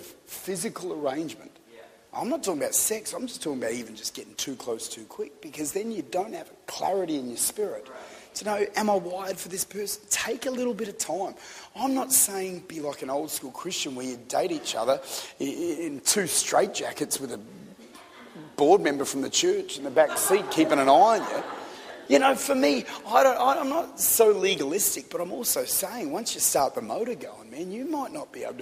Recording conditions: large echoing room